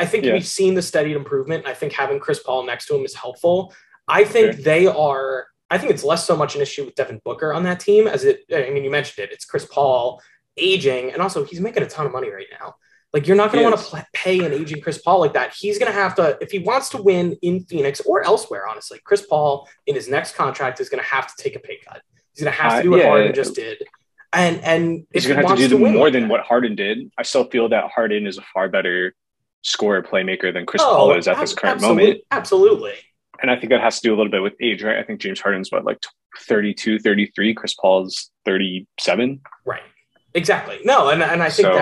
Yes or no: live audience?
no